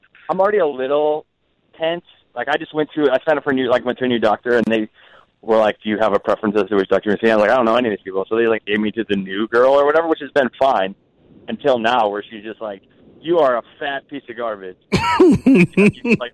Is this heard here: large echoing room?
no